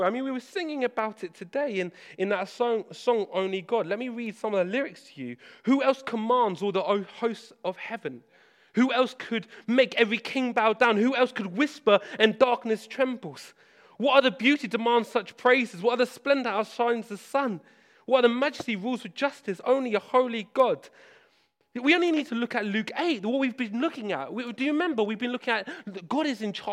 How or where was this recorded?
large echoing room